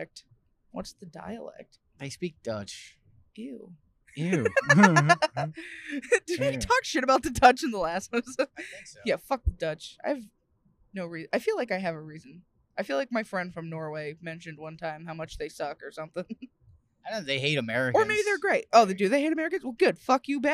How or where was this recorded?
inside a vehicle